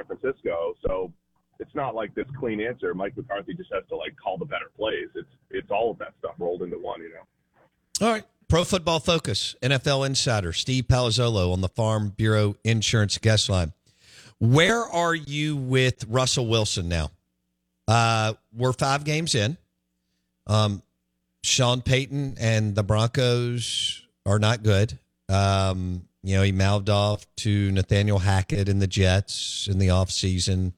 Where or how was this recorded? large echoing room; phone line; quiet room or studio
phone line